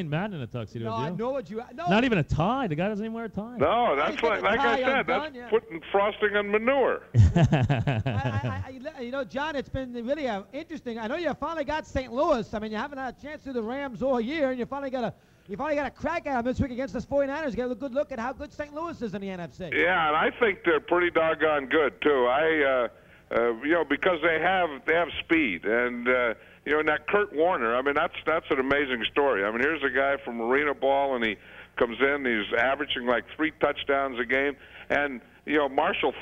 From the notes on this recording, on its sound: called into … and …’s 10th anniversary show